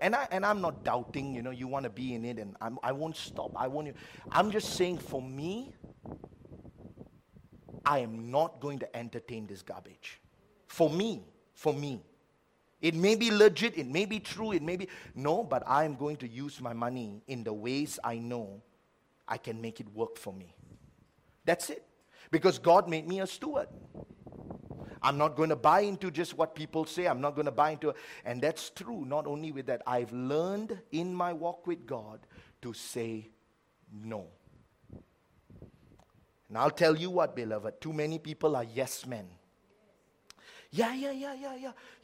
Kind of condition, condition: setting, large echoing room